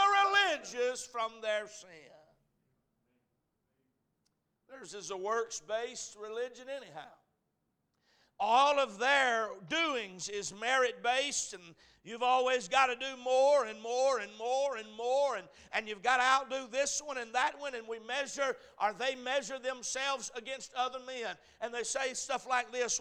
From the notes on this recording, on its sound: A message preached at Crossroads Baptist Church